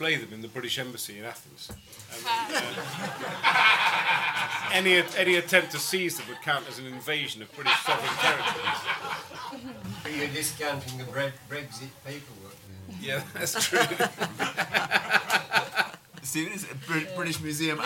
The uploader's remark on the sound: A Conservative party conference event, sponsored by The Parthenon Project.